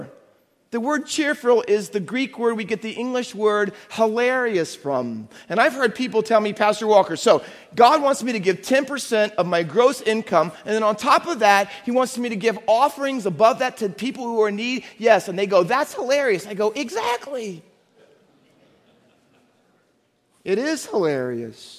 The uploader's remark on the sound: Faith Baptist Church in Hamilton, NJ.